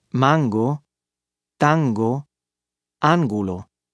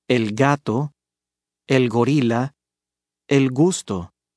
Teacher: The g pronunciation actually has two forms, a harder g and a fricative g that sounds softer. The g pronunciation is used at the beginning of a phrase, that is, after a pause, or after the letter N.